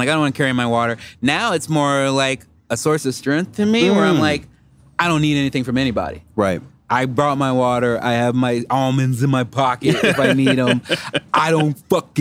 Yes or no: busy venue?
yes